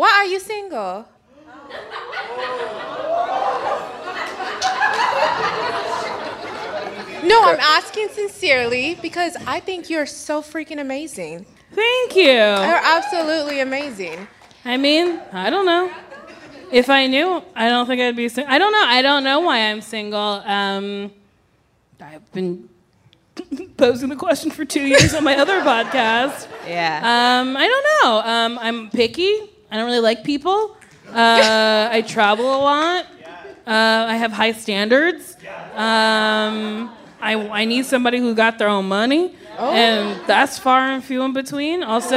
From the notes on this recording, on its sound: Recorded live at the Largo at the Coronet. Some audience questions!